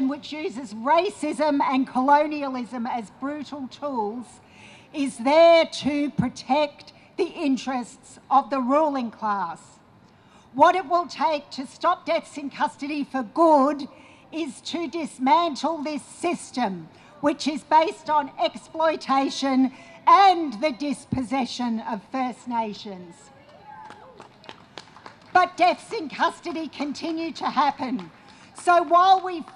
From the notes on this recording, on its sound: we go to the 24 hour vigil held outside the Melbourne British Consulate